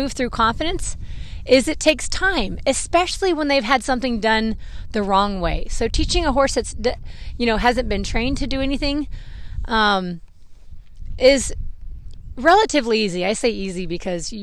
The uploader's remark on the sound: First podcast recorded while horse training! This podcast was recorded while training my horse Zelle in the round pen : .